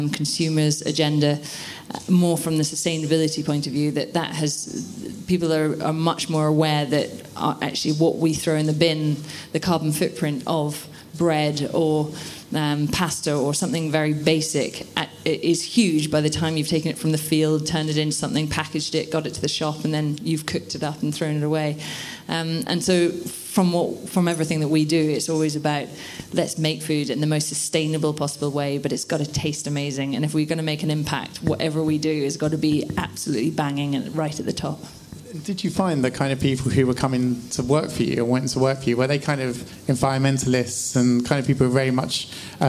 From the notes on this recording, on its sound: This bonus episode was recorded at the Business In Food Topic Talks with by CHLOE.